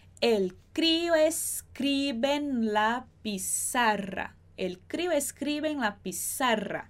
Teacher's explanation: O R de crío e de escribe é o R fraco, é o R simples que não vibra. O de pizarra, como são dois R's juntos, eles vibram, tá bom?